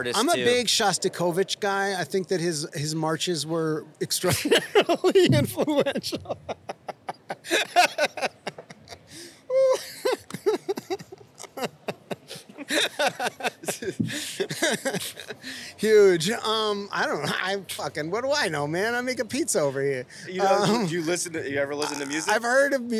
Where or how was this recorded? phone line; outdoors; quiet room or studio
outdoors